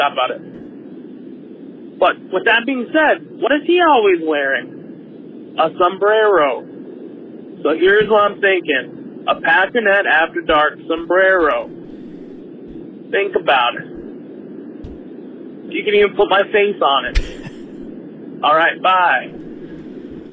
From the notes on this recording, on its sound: Call-in show. Hear from fans voicing their opinions.